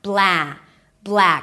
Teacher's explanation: You start with a B sound and then the L, bl, make the L a little heavier, then open it to the as in cat · IPA: blæk